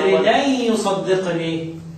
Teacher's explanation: نقل حركة الهمزة إلى الساكن قبلها · Term: النقل